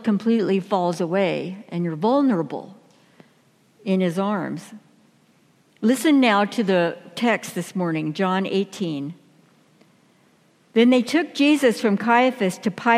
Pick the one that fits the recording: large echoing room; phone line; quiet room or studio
large echoing room